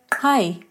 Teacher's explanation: With the alveolar click type, you have the word kai, meaning springbok.